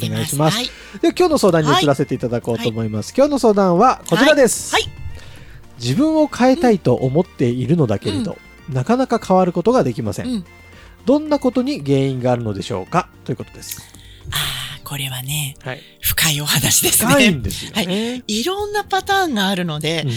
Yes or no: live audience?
no